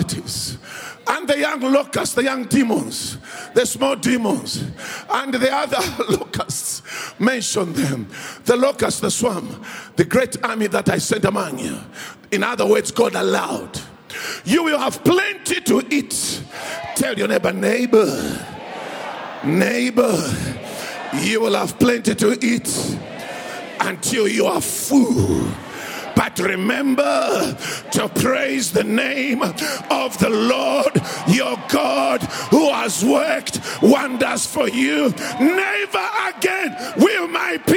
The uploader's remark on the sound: preached at Grace Bible Church Pimville at the 7am service on the 14th of August 2022